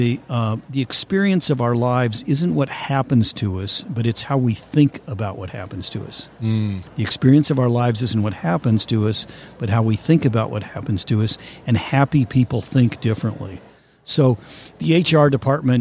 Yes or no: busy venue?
yes